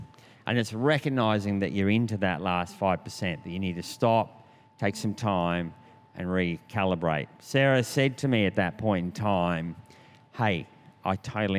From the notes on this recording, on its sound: This was recorded in our 5pm service on Sunday, the 20th of November 2022